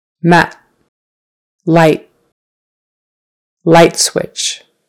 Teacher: The next couple will have a final T sound, where not much air comes out, but you still put your tongue up behind your teeth.